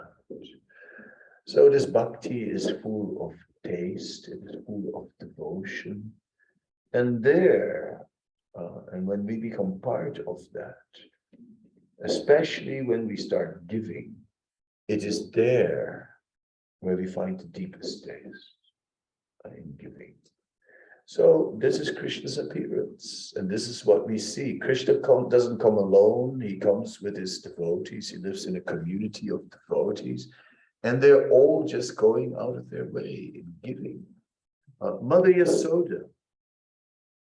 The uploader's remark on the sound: Zoom Meeting. Radhadesh.